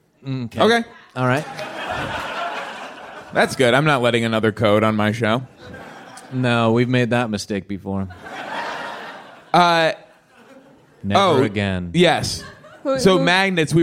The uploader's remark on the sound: Live from The Bell House.